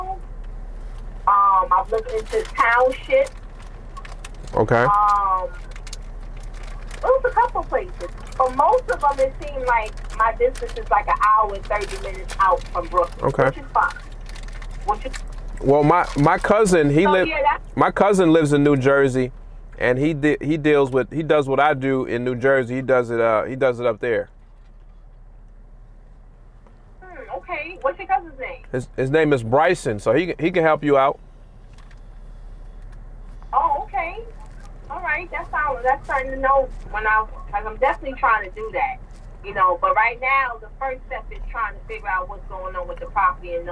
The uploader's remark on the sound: This is three separate phone calls with the same seller.